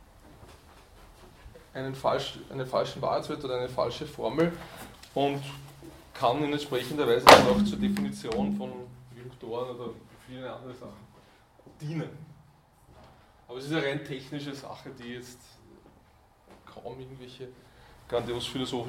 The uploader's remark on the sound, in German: Diese Vorlesung wurde von Studierenden aufgenommen